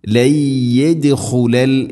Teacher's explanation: ലയദുഖുലൽ ഇദ്ഗാം ബിഗുന്ന ലയദുഖുലൽ യദ് ദാലിന് ഖൽഖല ചെയ്യണം, ശരിക്കും കേൾക്കണം. യദുഖുലൽ ജന്നത യദുഖുലു അല്ല യദുഖുല എന്നാണ്.